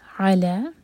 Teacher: علا دو سلیبل والا ورڈ عین پر زور دیں گے